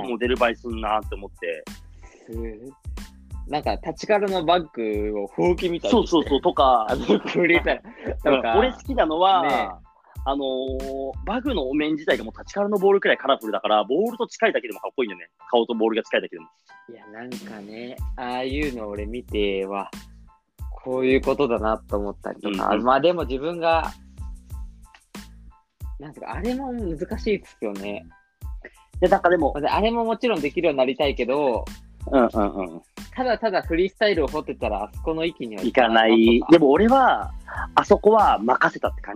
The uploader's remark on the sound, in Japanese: リモート収録